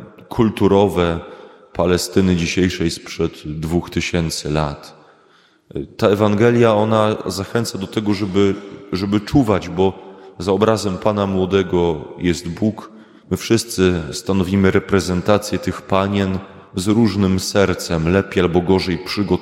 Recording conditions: large echoing room